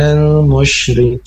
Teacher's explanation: ro yang berkasroh ini dibaca tarkib atau tipis. Jadi jangan menebalkan huruf ro pada musyriqin, seperti itu. · Term: ro berharokat kasroh